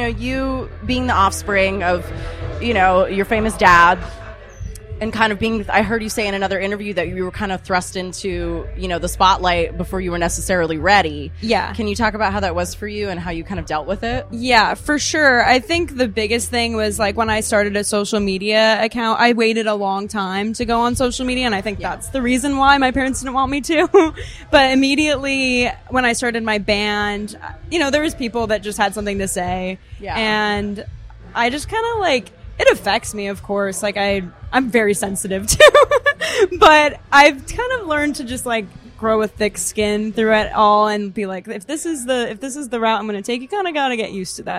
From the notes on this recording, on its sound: At Dirty Mondays at The Troubadour! Live show footage.